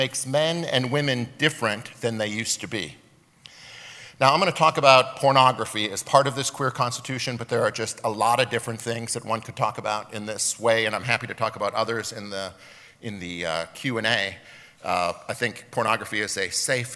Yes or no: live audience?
yes